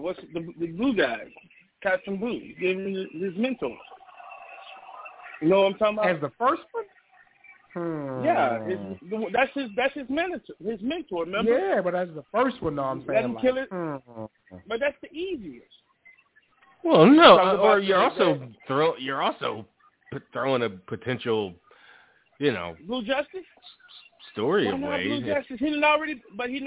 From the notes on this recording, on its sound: Live calls and more. Weekly caller, email and tweet driven show.